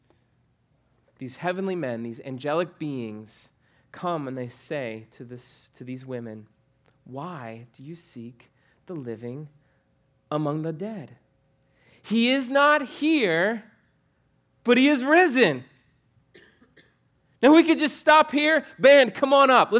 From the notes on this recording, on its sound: preached on November 8, 2015 at Veritas Short North